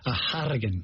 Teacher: The rolled R seems to be one that crops up in people thinking they're doing an Irish accent.